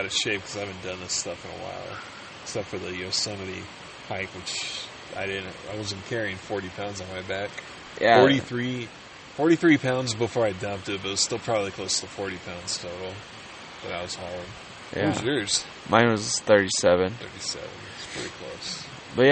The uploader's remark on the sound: In the woods on their first backpacking trip discussing the day and smoking a ton of weed.